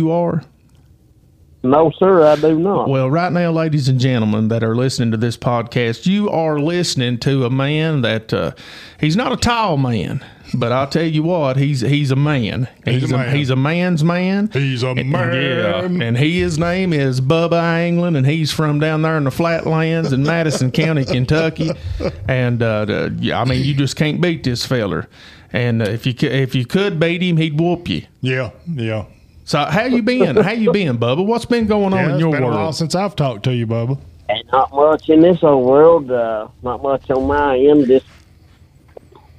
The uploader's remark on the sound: Call in episode. In this episode we take a few LIVE calls from a few of our listeners.